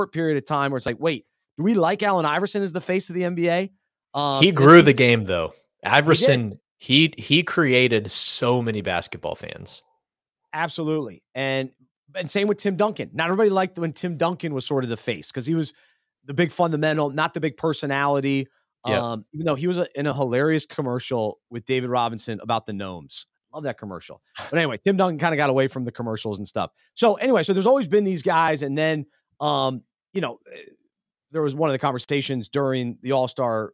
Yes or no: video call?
no